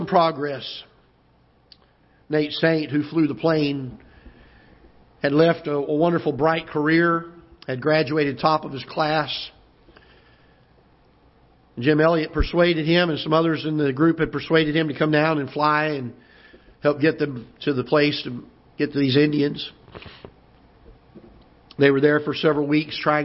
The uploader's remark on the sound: Ketha Heights Baptist Church ~ Live Broadcast